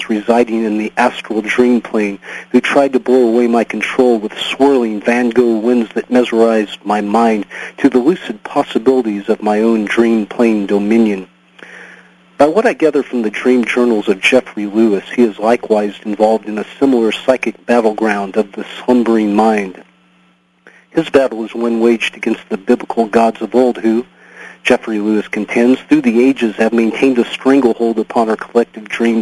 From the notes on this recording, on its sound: call in from you-would-not-believe-where